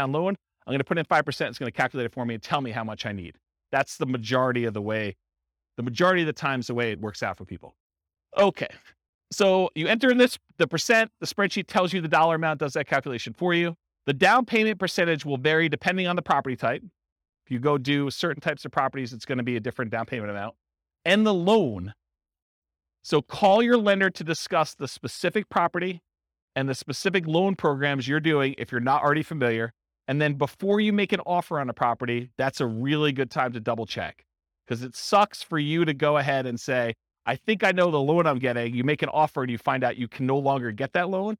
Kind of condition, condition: setting, live audience